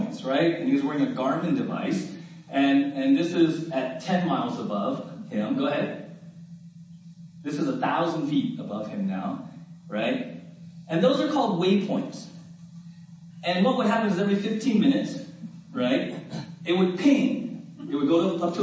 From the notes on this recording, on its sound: We apologize for the quality of this recording. We experienced technical difficulties on Sunday.